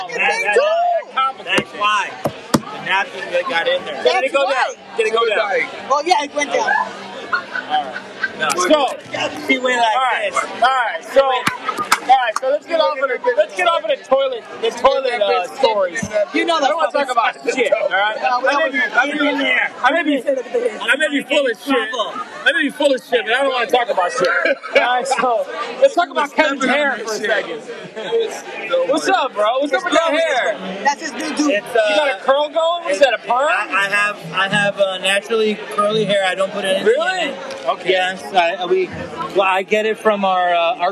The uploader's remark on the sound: Live at JP Mulligans on St. Patty's day 2022